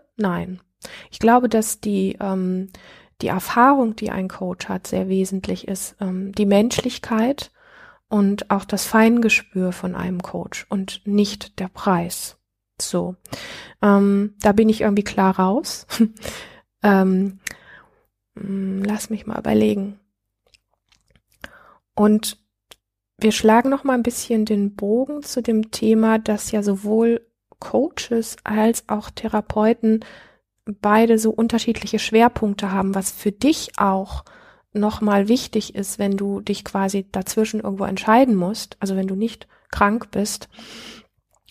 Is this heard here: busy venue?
no